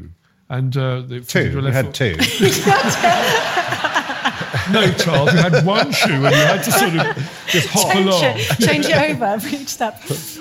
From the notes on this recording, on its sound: A very special LIVE episode of The Rabbit Hole Detectives all the way from The Royal in Northampton where the audience, and not the Disembodied Voice, declares this week’s winner.